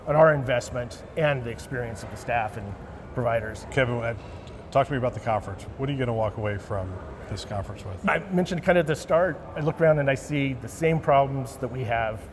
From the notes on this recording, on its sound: Interview in Action live from CHIME’s Fall Forum